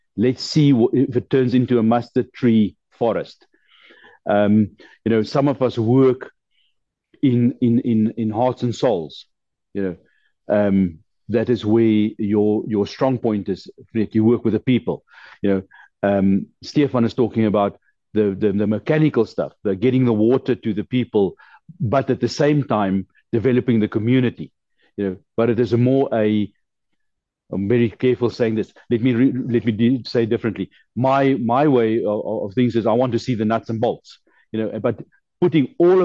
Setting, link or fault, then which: link, video call